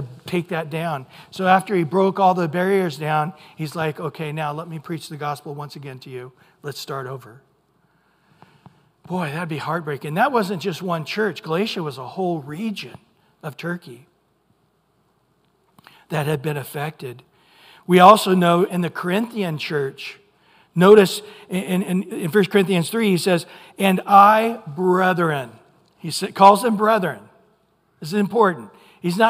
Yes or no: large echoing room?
yes